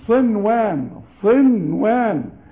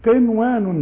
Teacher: نون بعدها واو اظهار، اسمه اظهار مطلق